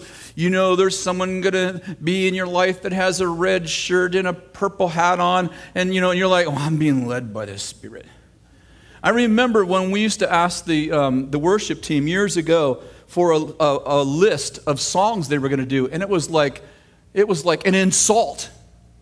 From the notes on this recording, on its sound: throwback message from September 24th, 2008 at Bethel Church in Redding CA